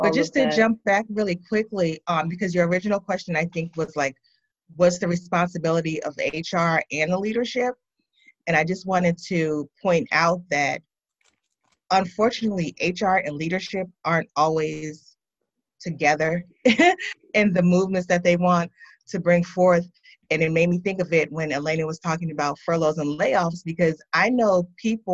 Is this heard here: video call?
yes